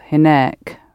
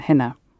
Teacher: adding a k sound on the end and emphasizing the last syllable · Shown in: first take · hinek, rather than hina.